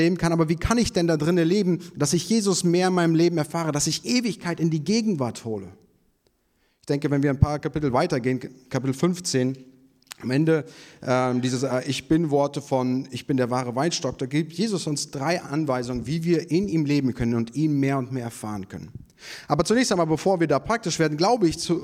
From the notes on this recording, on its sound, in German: Predigt vom Gottesdienst